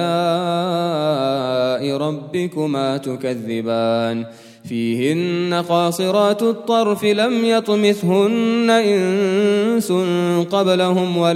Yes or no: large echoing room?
yes